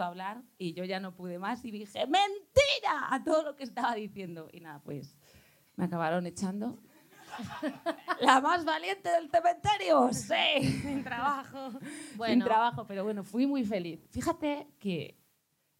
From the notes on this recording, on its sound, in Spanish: DIRECTO CON PÚBLICO EN EL CAFÉ COMERCIAL.